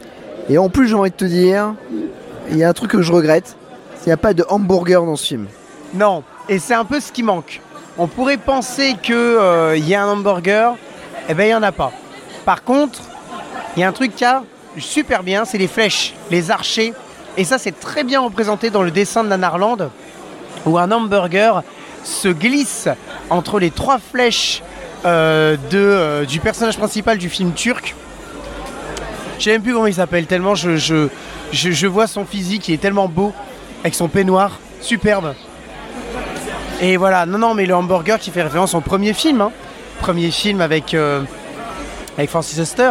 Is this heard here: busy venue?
yes